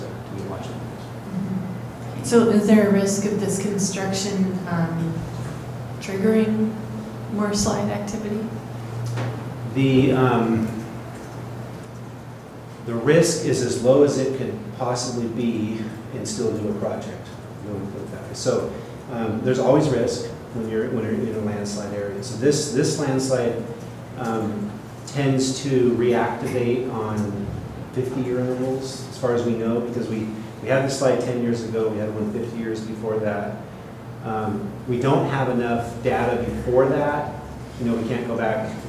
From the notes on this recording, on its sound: Live recording of Astoria City Council Meeting.